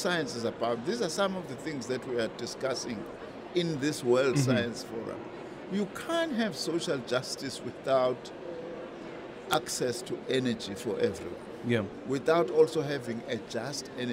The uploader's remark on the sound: We continue our broadcast live from the World Science Forum at the Cape Town International Convention Centre. Stakeholders in the science field from companies to universities and government departments are gathering here.